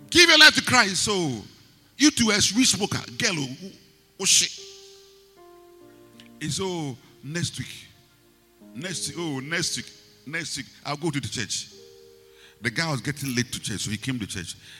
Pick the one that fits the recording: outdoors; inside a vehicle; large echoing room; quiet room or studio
large echoing room